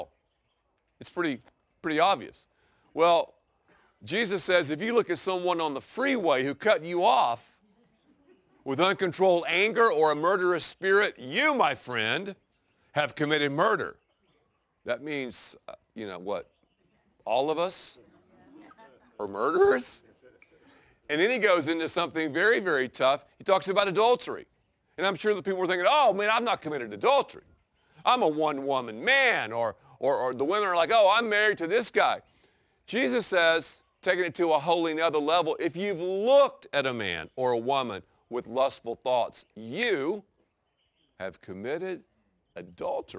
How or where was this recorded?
outdoors